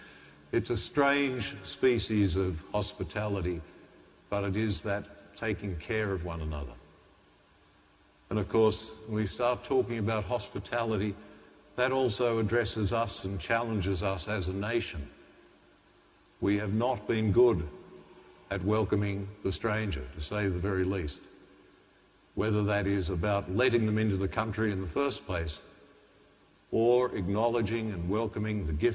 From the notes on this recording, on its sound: The homily from Sacred Heart Cathedral, Hamilton